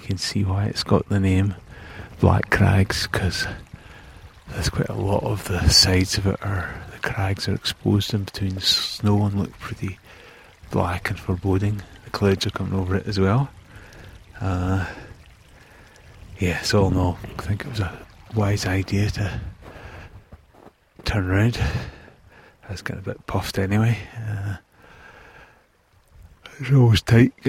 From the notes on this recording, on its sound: On Sunday’s walk I stopped now and again to record some audio.